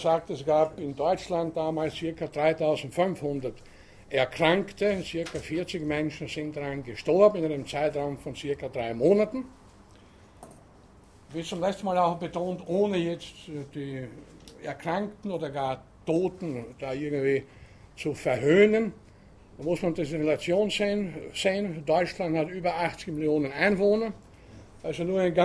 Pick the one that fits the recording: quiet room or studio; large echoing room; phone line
large echoing room